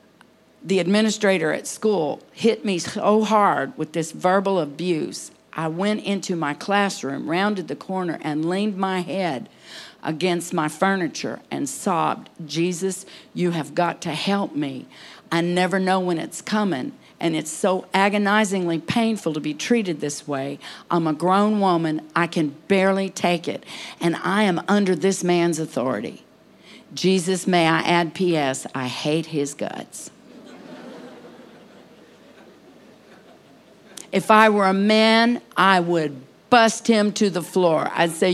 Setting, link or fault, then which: setting, live audience